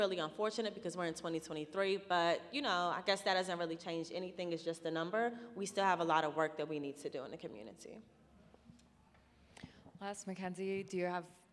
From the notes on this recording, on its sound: Live Panel Discussion. Here in Baltimore.